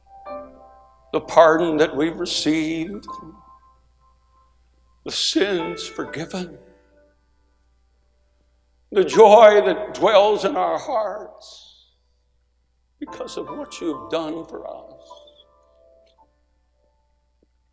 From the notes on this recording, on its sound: A sermon preached Monday Evening during our Spring Jubilee, on March 27, 2023.